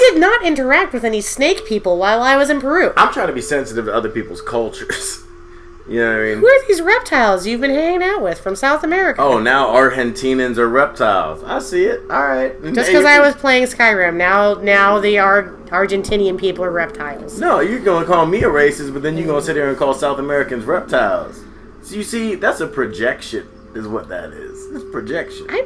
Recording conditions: sounds in the background